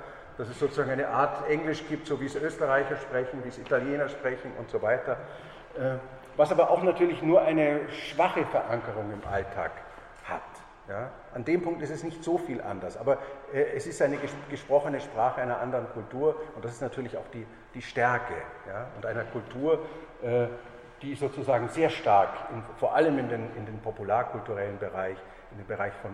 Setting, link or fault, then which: setting, large echoing room